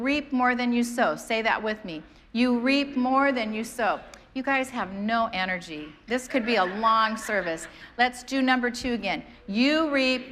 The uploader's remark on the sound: preached on January 2nd at the 11:30AM service